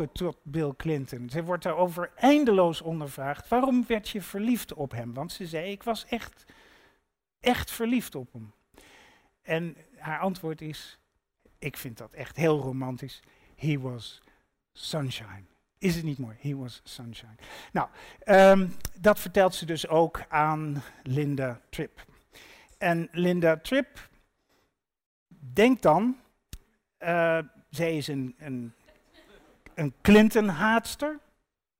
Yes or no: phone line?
no